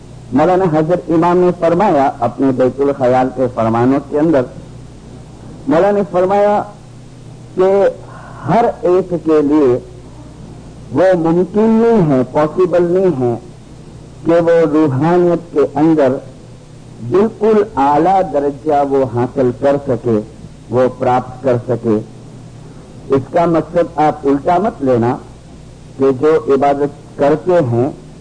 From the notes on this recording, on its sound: Sound quality: not so Clear( audible)